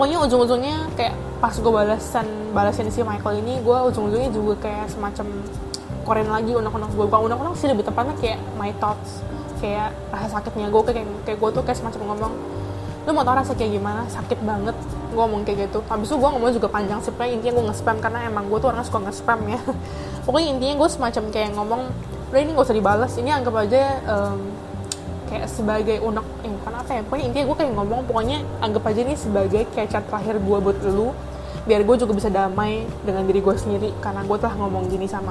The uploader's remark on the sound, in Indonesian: Maaf ya kalo ada background soundnya agak ganggu, ada suara speaker, kipas angin.